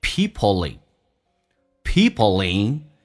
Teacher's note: people 跟后面的 in 要进行连音的话， L 是发两遍的